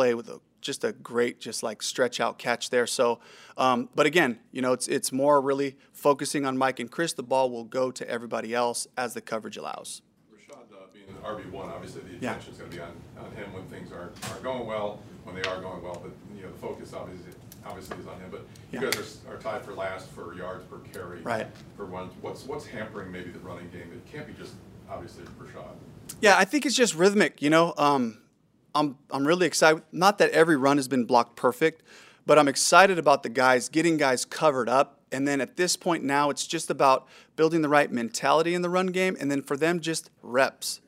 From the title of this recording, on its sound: Press Conference